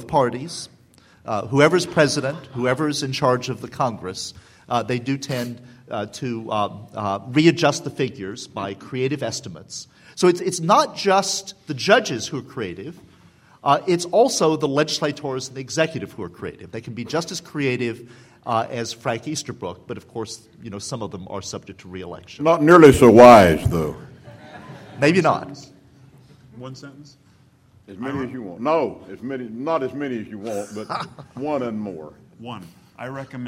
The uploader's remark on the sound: The Federalist Society presented this Showcase Panel at the 2006 Annual National Lawyers Convention on Saturday, November 18, 2006.